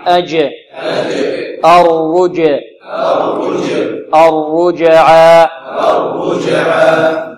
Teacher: والجيم مقلقلة وكذلك مرققة وشديدة. شديدة مقلقلة مرققة.